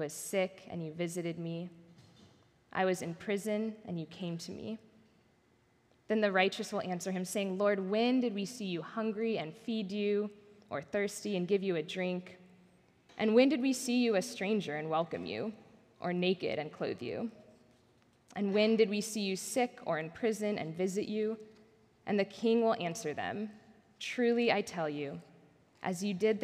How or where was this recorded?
live audience